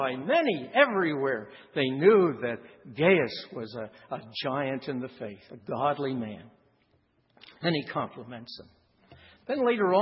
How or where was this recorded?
large echoing room